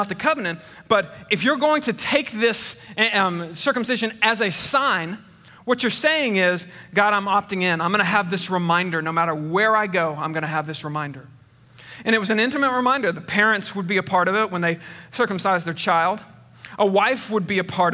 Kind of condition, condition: setting, large echoing room